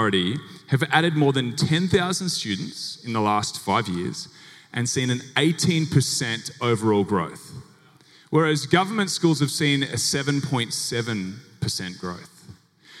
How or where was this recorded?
live audience